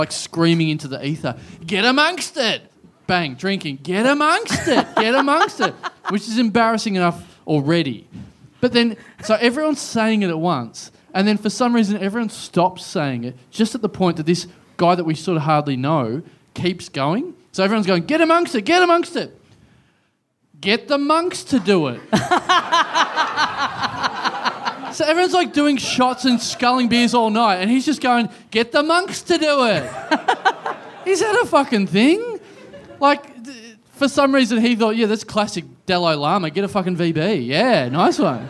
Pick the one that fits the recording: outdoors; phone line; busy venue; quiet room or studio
busy venue